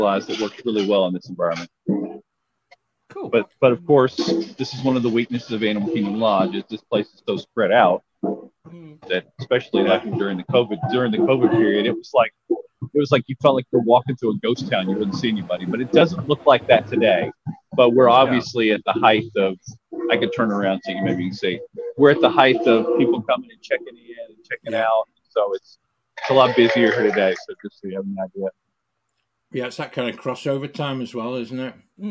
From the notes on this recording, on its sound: LIVE from Animal Kingdom Lodge. In podcast mode there are some wonderful moments where you can soak up the ambience of this beautiful place.